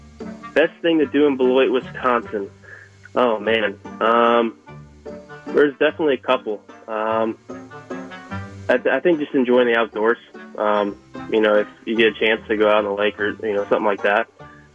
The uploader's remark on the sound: hopped on the phone to talk